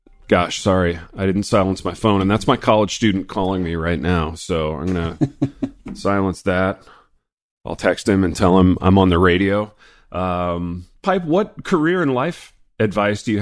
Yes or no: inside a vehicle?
no